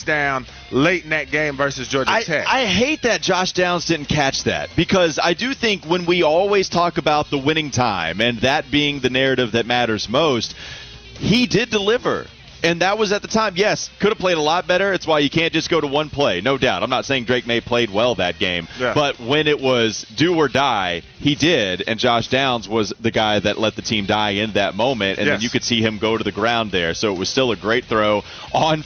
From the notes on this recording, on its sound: The guys finish up their show live from WFNZ's Street Turkeys event.